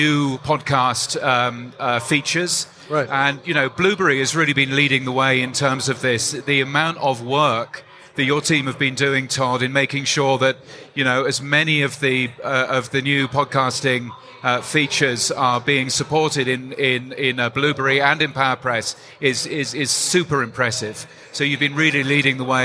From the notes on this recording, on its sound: the New Media Show live from Podcast Movement 2023